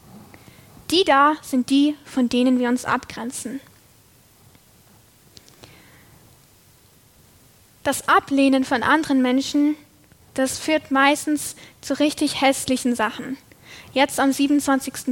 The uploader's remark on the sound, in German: Predigt aus der LKG Rostock